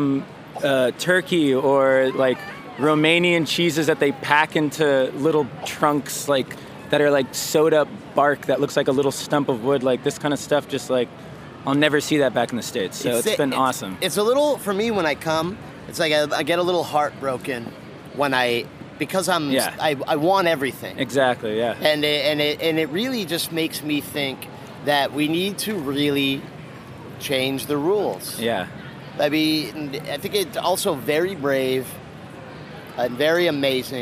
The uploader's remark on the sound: reports live from Bra Cheese.